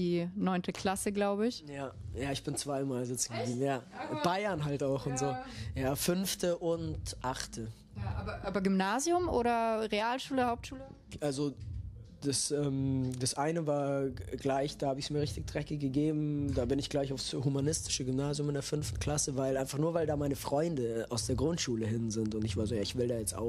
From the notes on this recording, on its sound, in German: Auf dem Tapefabrik-Festival in Wiesbaden. Es ist eines der fünf Interviews, die wir vor Ort gedreht haben.